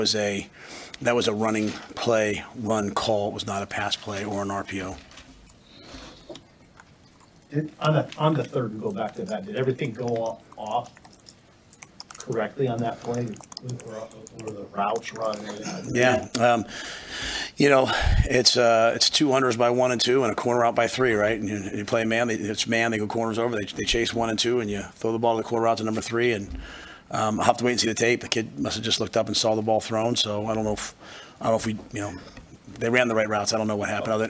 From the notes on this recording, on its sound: Post Game Press Conference